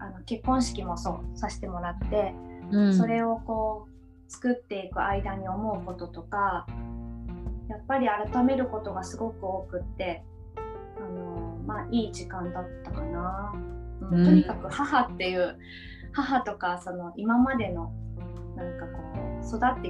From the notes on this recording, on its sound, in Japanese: 3人でリモート収録でお届けします。